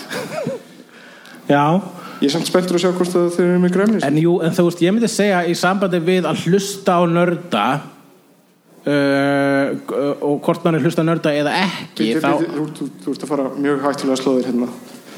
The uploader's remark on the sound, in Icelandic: Setjast á TwinPeaks-esque sviðið í hryllingsholunni Húrra og hljóðrita Live bloodcast fyrir framan áhorfendur sem eru fleiri en puttahnífar Freddys en færri en endurkomur Jasons.